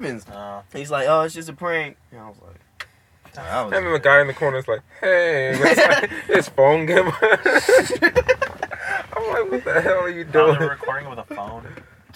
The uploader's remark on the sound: Three Dudes in the Car.